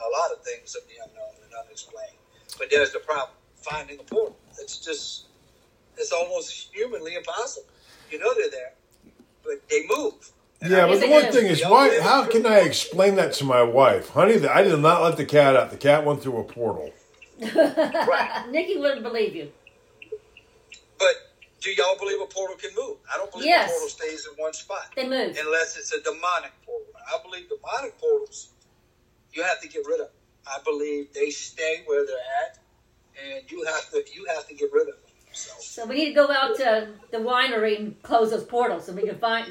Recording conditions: background noise